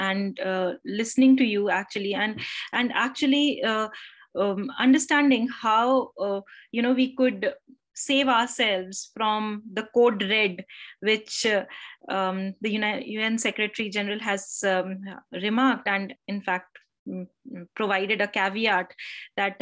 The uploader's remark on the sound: Zoom and Facebook Live